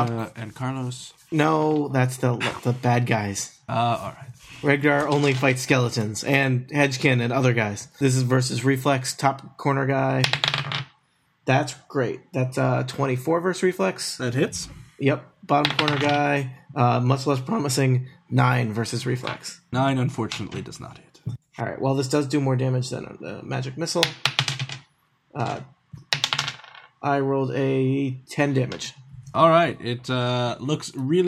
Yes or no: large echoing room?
no